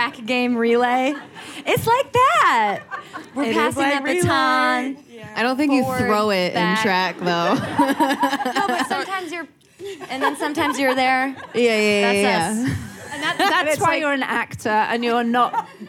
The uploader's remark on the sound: The conversation was recorded at 92nd Street Y on January 22, 2020.